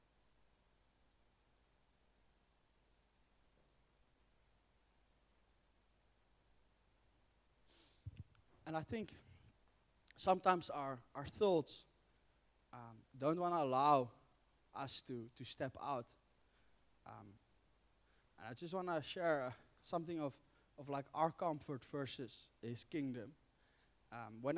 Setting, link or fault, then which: setting, large echoing room